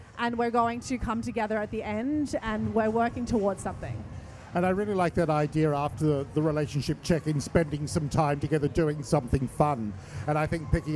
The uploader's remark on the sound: Live From Love X